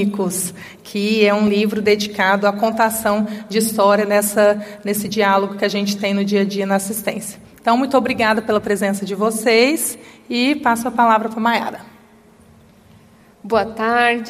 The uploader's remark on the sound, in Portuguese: Nesse episódio, gravado durante o 17º Congresso Brasileiro de Medicina de Família e Comunidade. Intervenções da plateia.